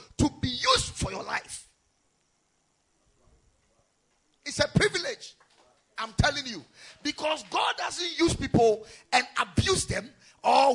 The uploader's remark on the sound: Preached at Ekklesia Chapel